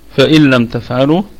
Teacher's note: الكلمة كلها مرققة، والهمزة محققة تثبت في البدء والوصل